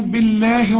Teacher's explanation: بالله البه مكسورة يبقى لفظ الجلالة هنا مرقق